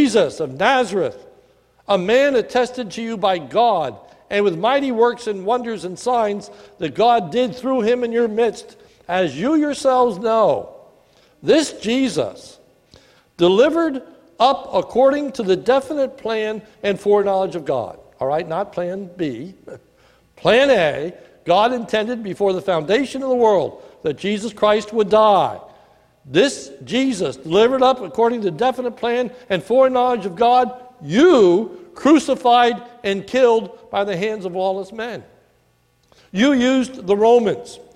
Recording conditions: large echoing room